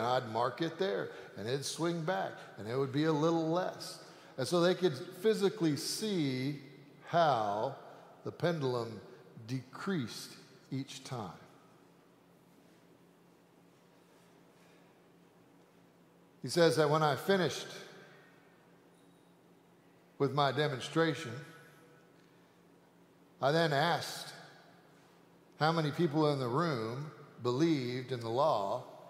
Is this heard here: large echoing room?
yes